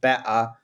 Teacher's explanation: the glottal stop, which is when we suppress this T in words